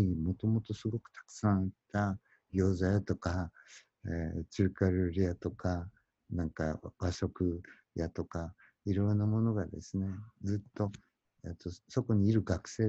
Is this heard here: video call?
yes